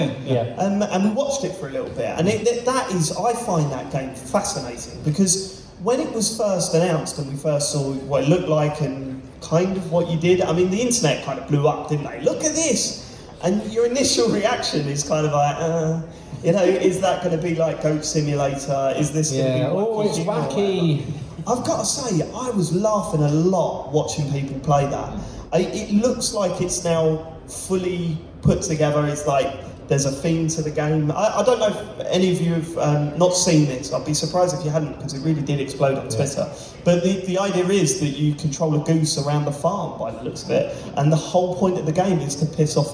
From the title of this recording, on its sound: Live at EGX Rezzed 2019